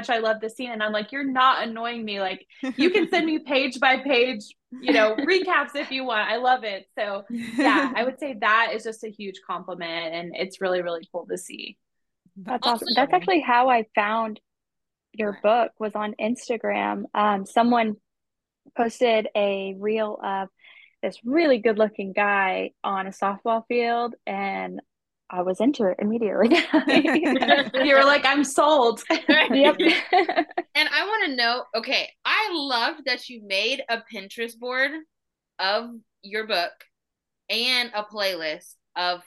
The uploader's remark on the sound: We got the amazing privilege to host a Zoom meeting interview with upcoming author.